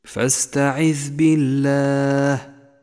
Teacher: رققت اللام هنا لأنها سبقت بحرف مكسور · Term: لام لفظ الجلالة المرققة